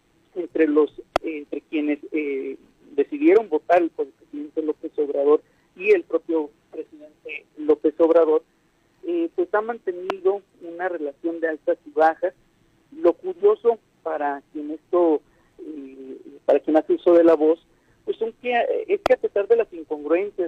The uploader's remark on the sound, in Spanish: entrevistamos vía telefónica